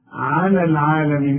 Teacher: الياء بنلغيها لانها سكنه واللام سكنه